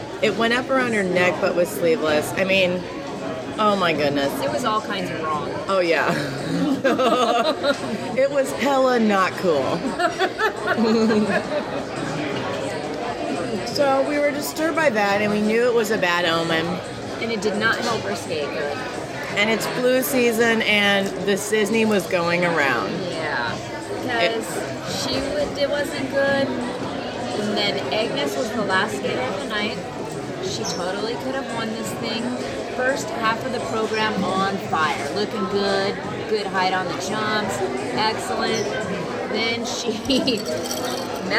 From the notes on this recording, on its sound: If we’re a little hard to hear, it’s because we’re podcasting from the McCormick &#38; Schmick’s across from the Fairmont Hotel, and we’re not going to let a little thing like room noise get in the way. Nationals in San Jose, California. If we’re a little hard to hear, it’s because we’re podcasting from the McCormick & Schmick’s across from the Fairmont Hotel, and we’re not going to let a little thing like room noise get in the way.